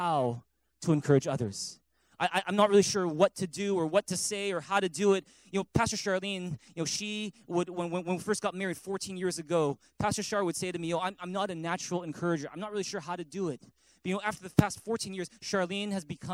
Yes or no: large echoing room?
yes